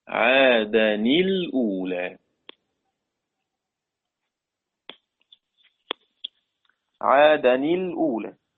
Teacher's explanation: فعند نطق عادا لابد من كسر النون لالتقاء الساكن